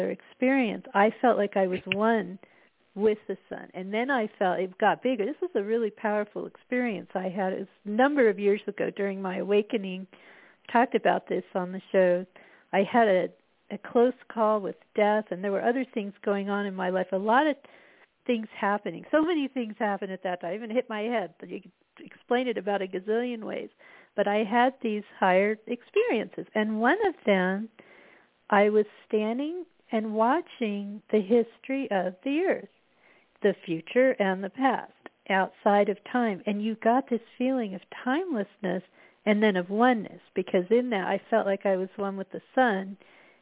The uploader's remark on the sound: spontanously joins by phone for quite a wide ranging exploration.